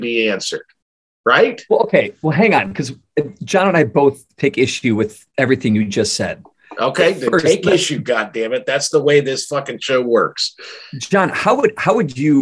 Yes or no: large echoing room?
no